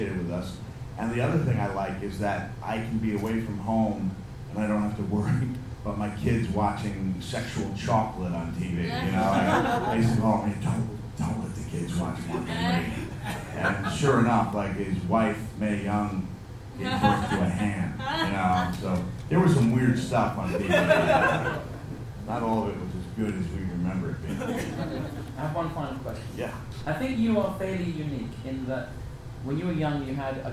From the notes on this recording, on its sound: Live at the Edinburgh Fringe. Hope you enjoy the podcast as much as the live audience.